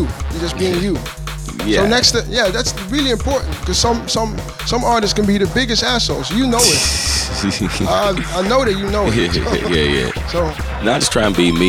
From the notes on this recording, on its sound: GRIMEYARD pop-up installation live from the Volkshotel, Amsterdam